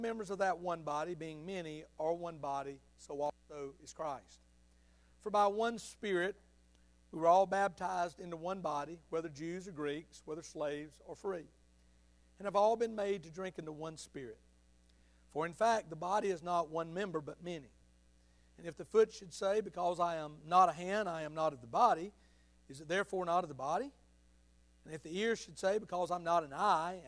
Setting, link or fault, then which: setting, large echoing room